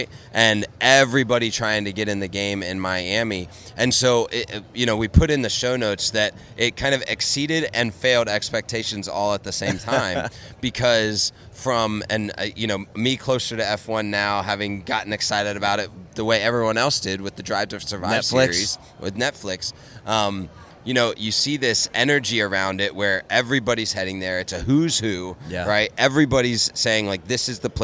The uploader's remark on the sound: LIVE at Digital Dealer, Tampa. We are live at Digital Dealer Tampa.